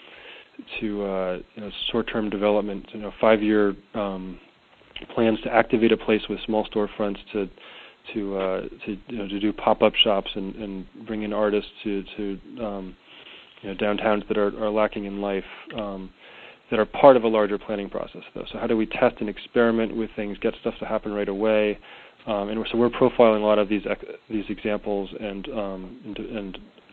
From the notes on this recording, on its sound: Call recorded on February 10, 2011.